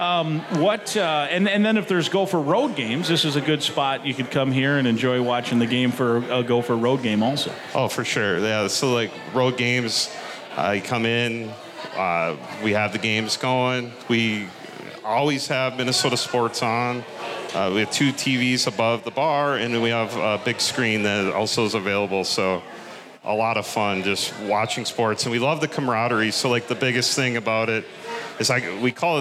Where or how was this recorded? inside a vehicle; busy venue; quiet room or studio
busy venue